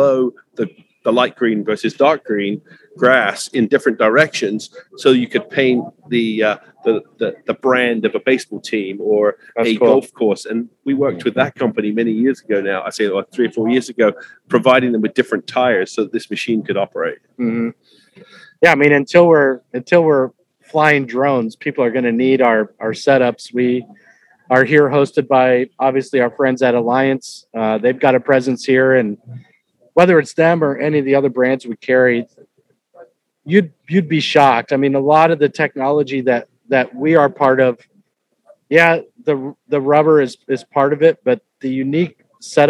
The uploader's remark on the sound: On the Move With Axon Tire – Live From the World Ag Expo. Live from Tulare and discuss the technology at the show.